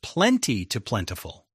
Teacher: In speech, the I does not keep the sound of the Y in plenty to plentiful, and it changes to a schwa sound.